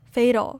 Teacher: Fatal is pronounced more with a D sound, fatal, rather than a T sound.